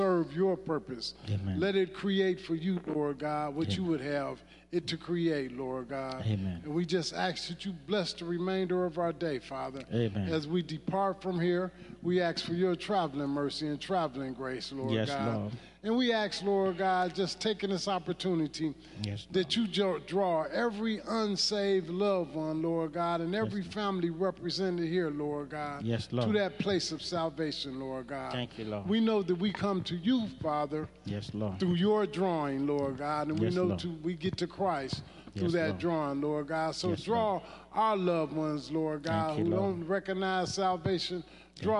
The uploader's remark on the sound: Praise and Worship Service The River of Life Church - Audio